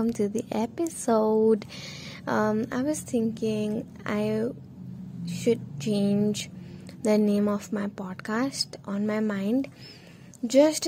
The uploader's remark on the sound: Also, sorry for the noises before hand.